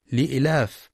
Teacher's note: يخطئ بعضهم فيقرأ لإيلاف بدون نطق الياء لإلاف، والصواب لإيلاف.